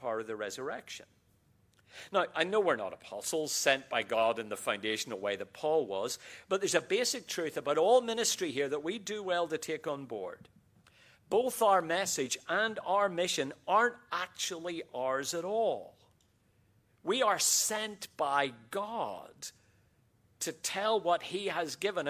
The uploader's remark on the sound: QTC Chapel Service